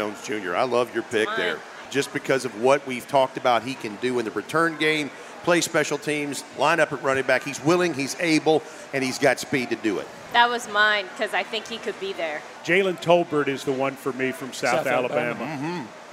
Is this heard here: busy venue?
yes